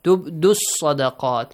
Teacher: So, yeah, the oo sound will be skipped here.